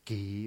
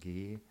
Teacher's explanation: nicht so hart ausgesprochen, nicht so aspiriert · Shown in: second take · also nicht G, sondern G, ein weiches G.